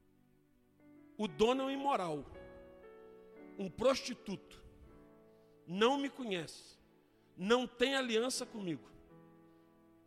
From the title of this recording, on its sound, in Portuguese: Ao Vivo na Casa de Louvor